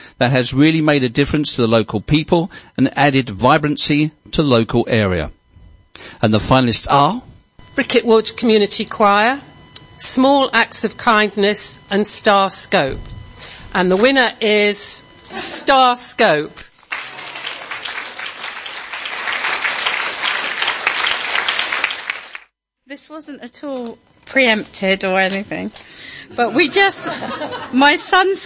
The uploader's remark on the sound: A specially-recorded program from the finale of the Mayor's pride Awards 2017 from St Michael's Manor in St Albans. Where the winners of all 8 categories and special awards were announced.